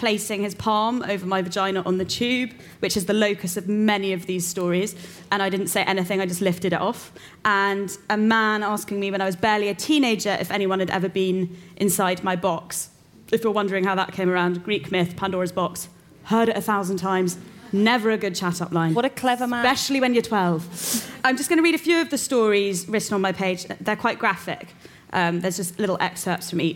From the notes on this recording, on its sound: It’s another live episode! We’re at The Curiosity Rooms, in collaboration with Google and Selfridges.